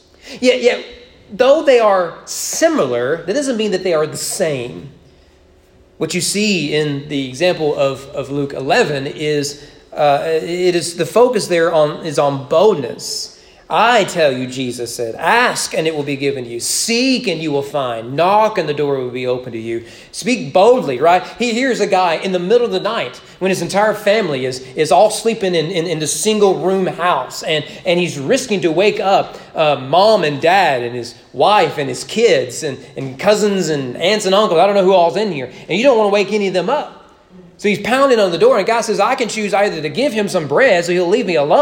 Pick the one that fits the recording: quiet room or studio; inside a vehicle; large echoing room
large echoing room